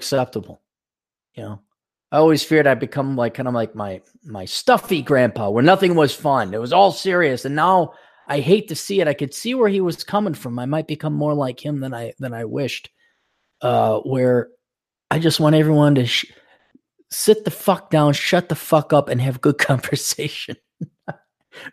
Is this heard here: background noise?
no